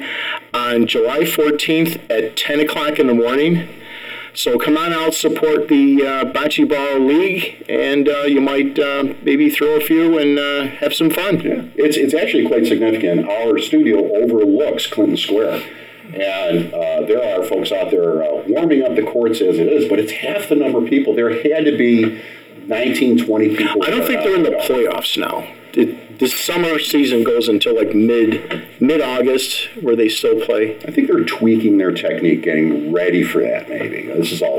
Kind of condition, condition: fault, poor sound quality